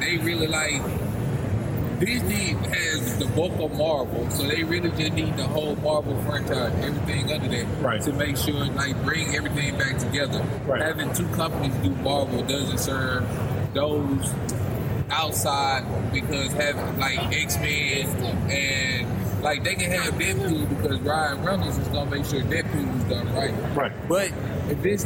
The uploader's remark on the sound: LIVE from Comicpalooza 2018